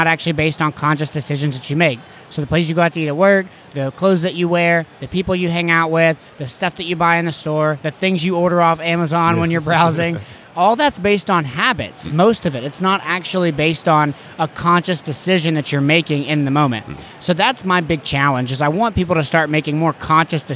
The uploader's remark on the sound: Here is another interview from my time at FinCon. On the conference floor.